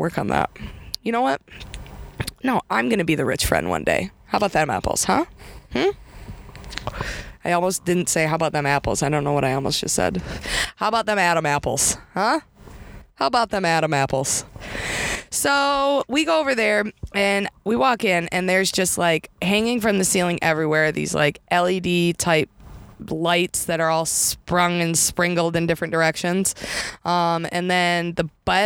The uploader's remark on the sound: recording today’s episode in her new car!